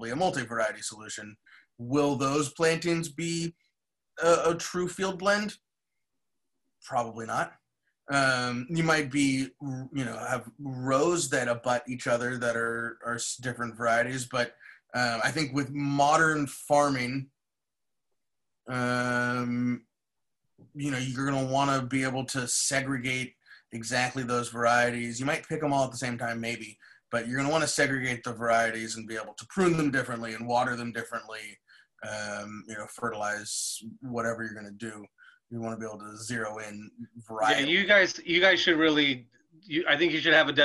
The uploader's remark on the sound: This week we gathered together on Zoom the day before Thanksgiving to answer some listeners’ questions.